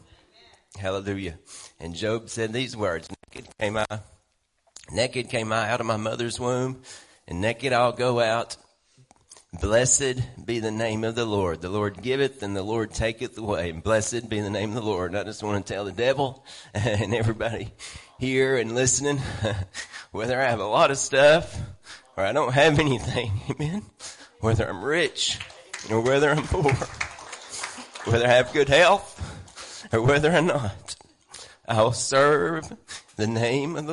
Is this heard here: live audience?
yes